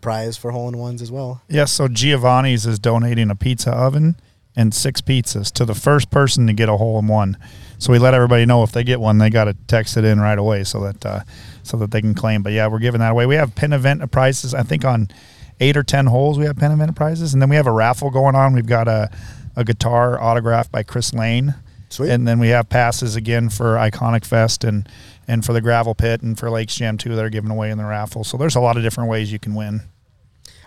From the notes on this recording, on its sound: Back to back weeks recording at a golf course. Out at the Gravel Pit Golf and Event Center.